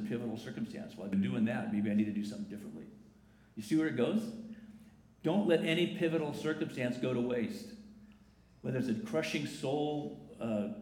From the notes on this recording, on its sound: The following is a recording from the 10:45 am service.